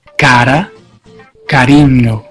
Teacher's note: La R. Cuando se pronuncia entre vocales es suave, como en portugués.